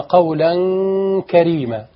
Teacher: في الكاف نرقق الإخفاء